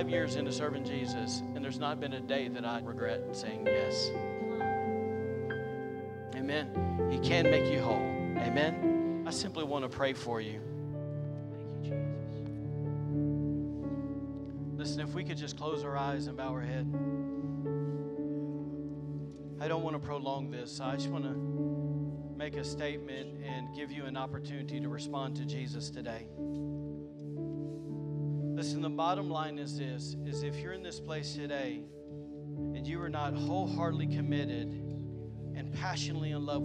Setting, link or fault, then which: setting, large echoing room